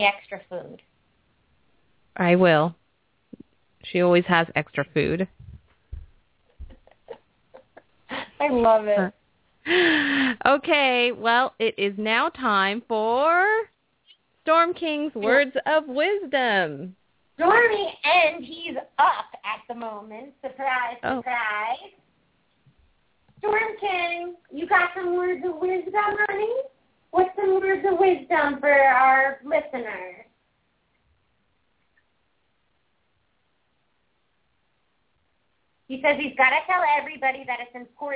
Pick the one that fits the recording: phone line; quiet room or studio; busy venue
phone line